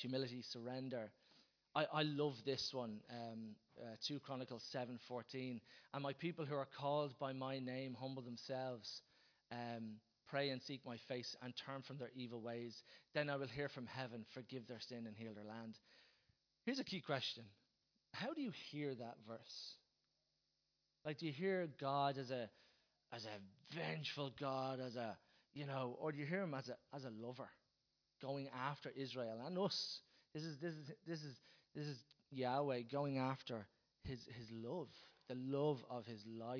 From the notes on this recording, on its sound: Recorded live at Liberty Church on 28th April 2019